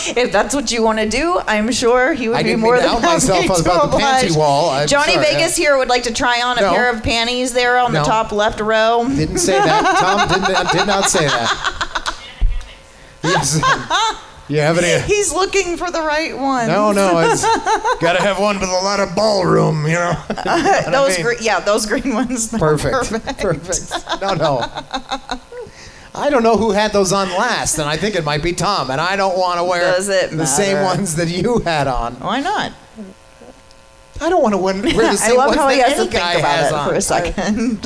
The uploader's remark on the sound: We take our show on the road and do our podcast live from Whispers Vegas Lifestyle parties.